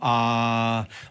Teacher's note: To je sve ista stvar i zapravo kad se sjetimo kako izgovaramo samoglasnike u odnosu na suglasnike, kad kažemo a, onda je u svakoj stotinki sekunde je to puni samoglasnik a. Kada bismo snimili i kada bismo izrezali, uvijek bi to bilo a.